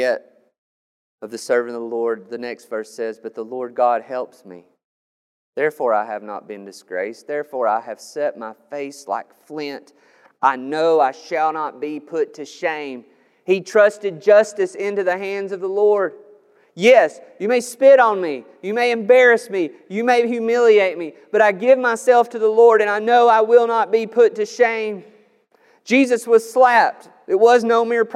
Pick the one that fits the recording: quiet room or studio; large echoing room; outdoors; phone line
large echoing room